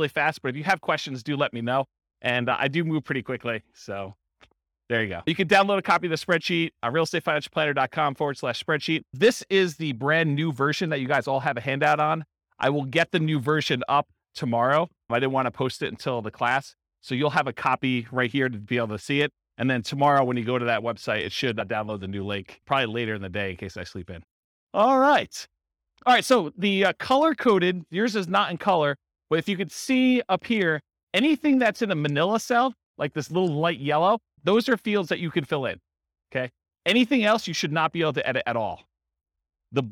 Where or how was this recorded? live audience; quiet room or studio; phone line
live audience